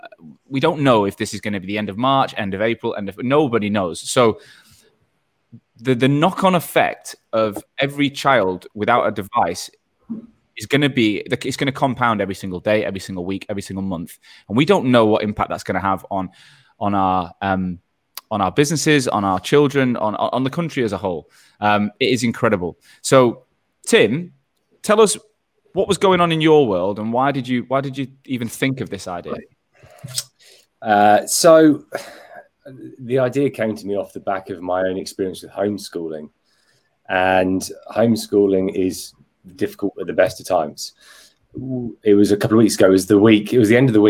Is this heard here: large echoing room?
no